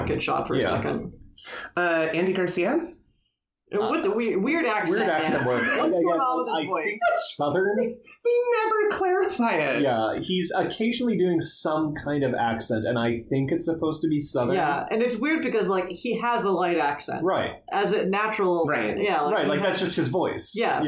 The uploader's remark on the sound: Sorry in advance about the dodgy audio quality, you can blame it on us trying to record from the penthouse of a hotel in Lake Tahoe.